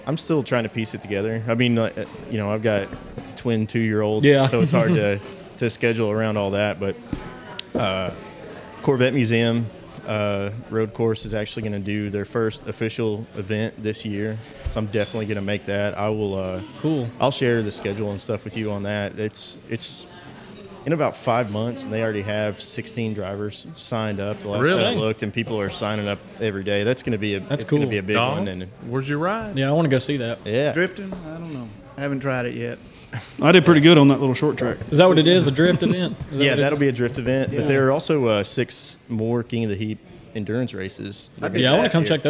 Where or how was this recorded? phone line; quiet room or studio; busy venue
busy venue